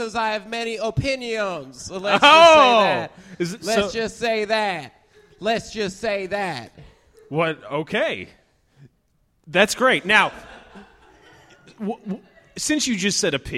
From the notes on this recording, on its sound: Live at Hell Yes Fest at the New Movement Theater